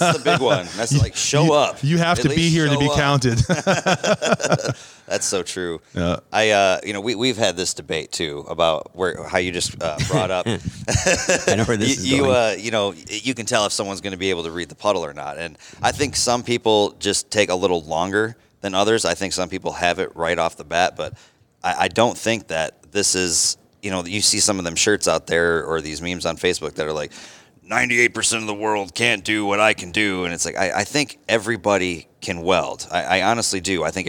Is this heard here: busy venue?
yes